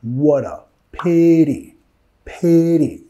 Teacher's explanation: Enfatizando la primera sílaba de la palabra.